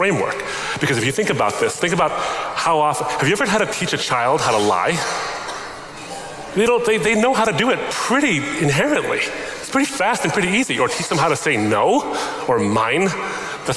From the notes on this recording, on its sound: A Q&amp;A session at Yale University. Yale Open Forum Q&A.